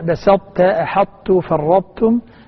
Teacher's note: الطاء دخلت في التاء بسطت أحطت فرطتم إضغاما ناقصا وبقيت صفة الطاء موجودة